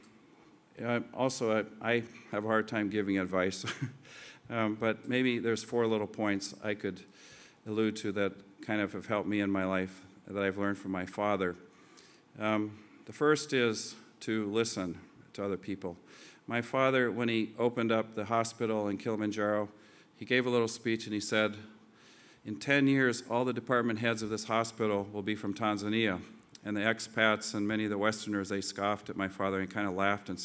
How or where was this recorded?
busy venue